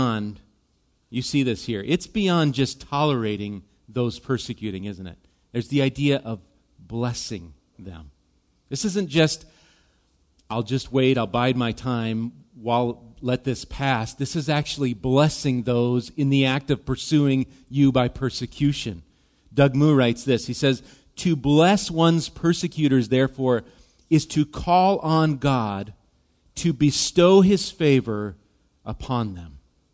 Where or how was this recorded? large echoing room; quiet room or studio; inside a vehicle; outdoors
large echoing room